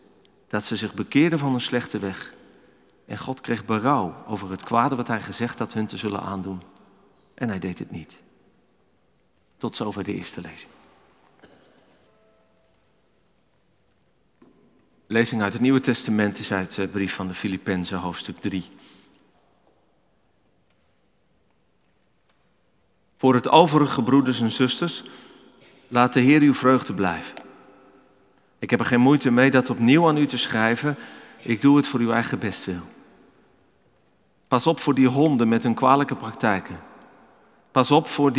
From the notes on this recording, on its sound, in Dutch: Opgenomen in de Noorderkerk te Amsterdam.